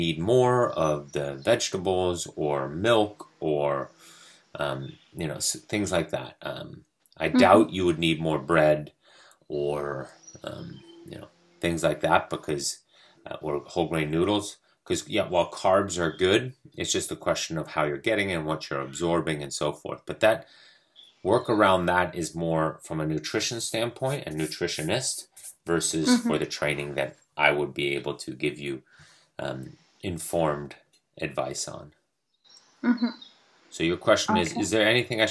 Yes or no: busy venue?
no